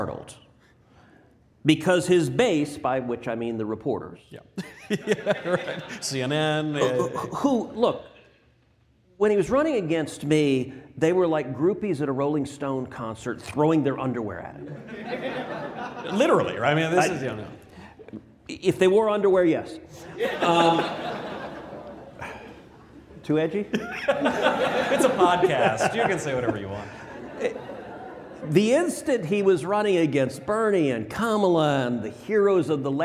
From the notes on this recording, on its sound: LIVE from Miami at YAF’s Freedom Conference. Audience members from across the country ask their questions in a special live mailbag segment.